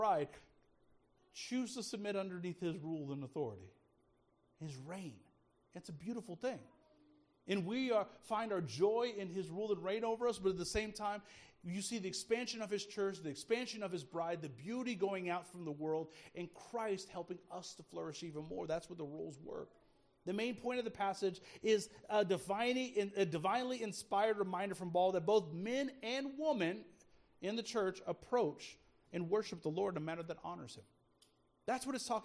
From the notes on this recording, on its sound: speaking at Soma Community Church in Jefferson City, MO on Sunday Morning 18 February 2024